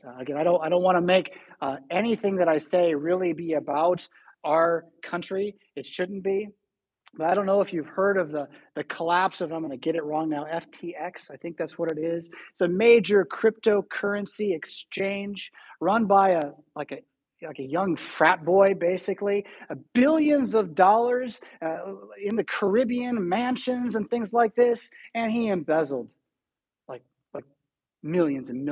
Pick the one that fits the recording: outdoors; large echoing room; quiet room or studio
large echoing room